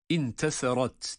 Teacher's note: Medler var, ihfa var ama kelimede intesarat derken burada sa harfinin peltek okunacağını unutmuyoruz